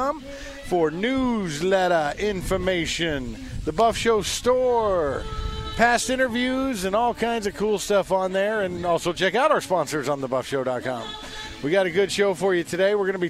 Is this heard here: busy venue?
yes